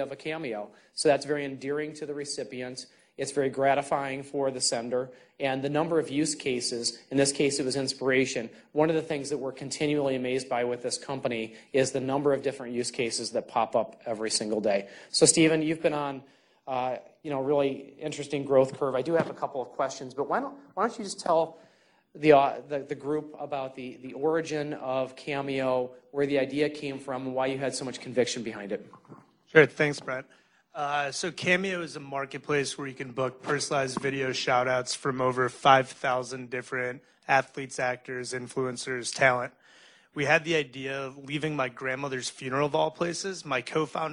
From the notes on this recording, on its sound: Addressed Origin Ventures' investors at our 2018 annual investor meeting in a candid fireside chat.